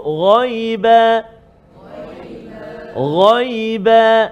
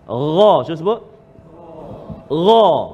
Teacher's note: tempat keluar dia iaitu lah hujung atau permulaan rongga kerongkongan kita · Term: huruf ghain